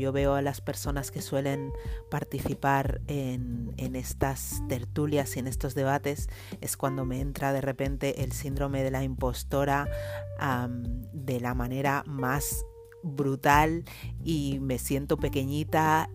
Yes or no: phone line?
no